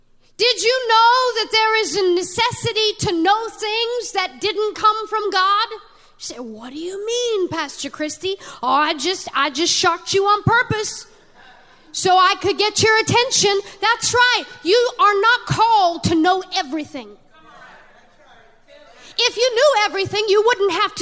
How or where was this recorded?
large echoing room